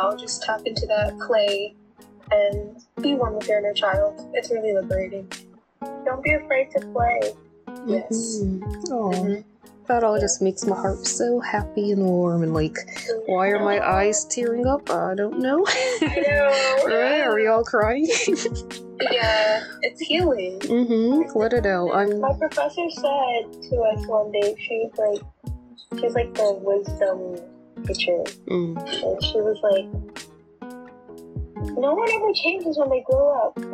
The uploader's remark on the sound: In part 2 of this Facetime call with Ivorian-American artists.